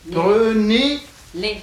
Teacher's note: Le pronom les après le verbe est plus accentué. Ah là, il est accentué.